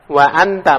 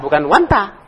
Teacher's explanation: Kaidah hamzah wasol. Hamzah wasol itu disambung, diwasolkan, disambungkan, dihubungkan. Tapi kalau qat'i tidak bisa. · Shown in: first take · Term: hamzah qat'i